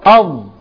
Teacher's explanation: طرف اللسان مع الثنايا مع أطراف الثنايا العليا